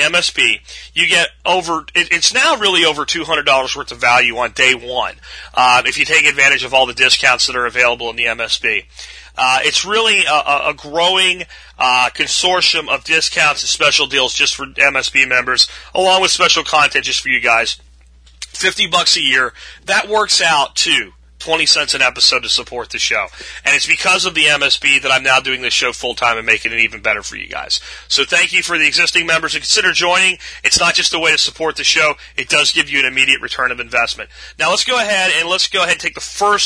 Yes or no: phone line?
yes